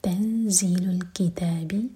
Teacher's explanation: ज़ा के लिए इख़्फ़ा और ज़ा बजिंग साउंड के साथ